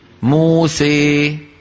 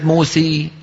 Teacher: هو عين الإمالة الكبرى. موسى، هذه الإمالة الكبرى، ليست موسي، موسي صار شو؟ قلب ياء · Shown in: first take